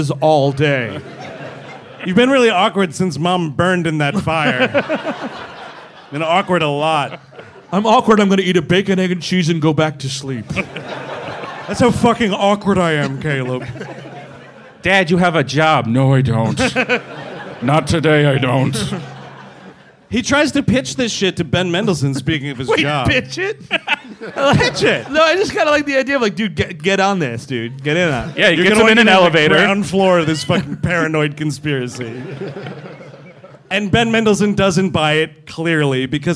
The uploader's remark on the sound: Live in Boston. Live from Boston, Massachusetts. Performed live, for one night only.